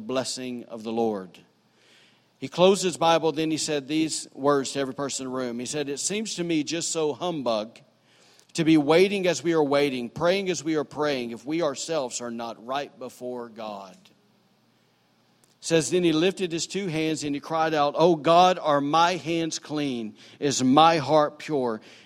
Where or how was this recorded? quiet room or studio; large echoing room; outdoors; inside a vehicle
large echoing room